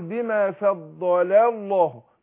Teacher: برقق اللام بتاعت فضل وفخم لام لفظ الجلال أفصل بين الاثنين فضل الله فضل.